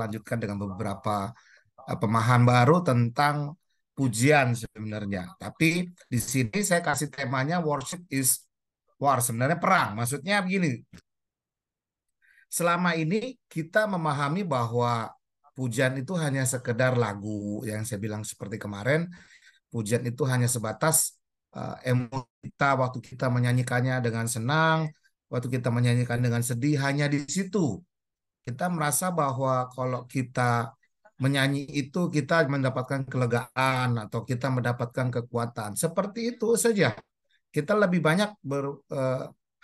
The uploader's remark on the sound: Audio Zoominar